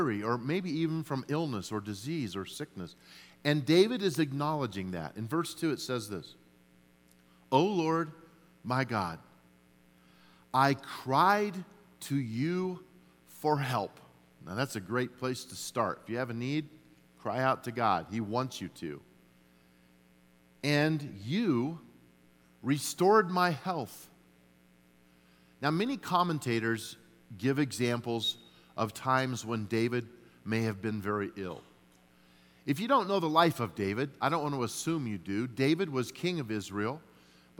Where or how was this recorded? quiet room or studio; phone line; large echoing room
large echoing room